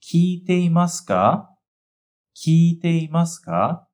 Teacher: Não esquece de prolongar o som do き de 聞いていますか?